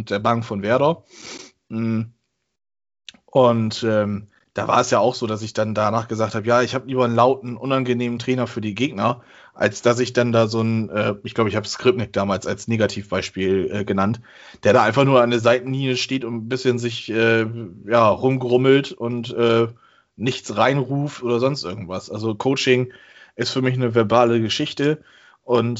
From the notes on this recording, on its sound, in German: Aufgezeichnet am 05.03.2021 via Skype.